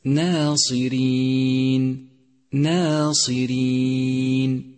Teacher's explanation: ثامنا، انتبه إلى ترقيق الألف في كلمة ناصرين ناصرين، رققت الألف لأنها مسبوقة بحرف مرقق، وقد علمت أن الألف تتبع ما قبلها في الترقيق والتفخيم.